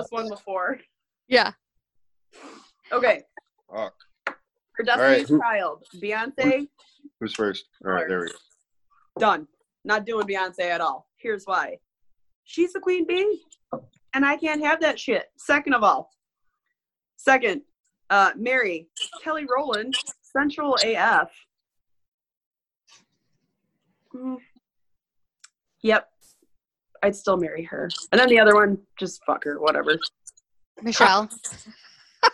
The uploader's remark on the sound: You can hear it happen in real-time during our Zoom episode with the guys from JOKR.